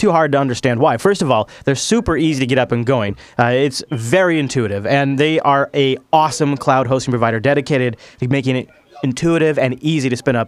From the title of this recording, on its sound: Live from SouthEast LinuxFest